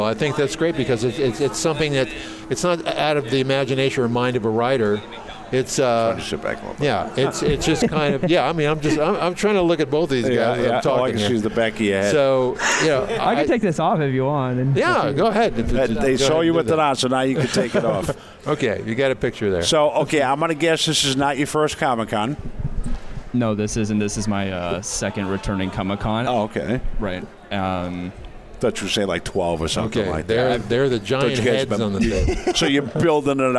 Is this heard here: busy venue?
yes